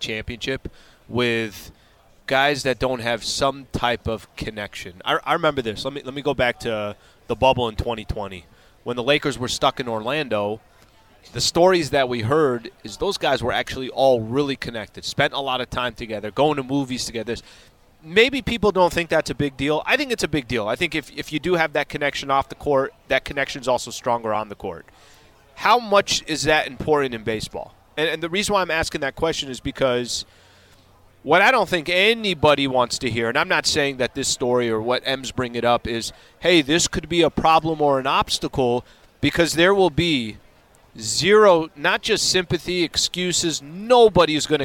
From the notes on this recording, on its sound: LIVE from the Genesis Invitational. LIVE at the Riviera Country Club for the Genesis Invitational. They saw Tiger Woods was strolling by them.